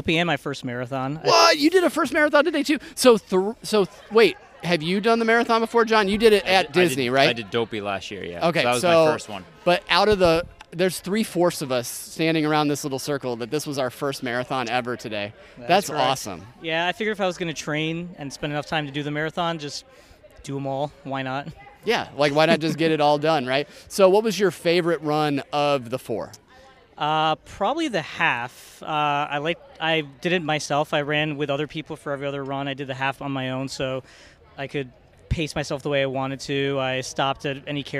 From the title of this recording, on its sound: RunDisney Live from the Boardwalk